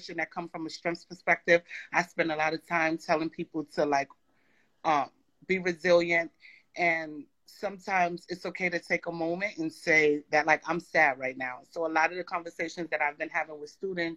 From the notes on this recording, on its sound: On an IG Live.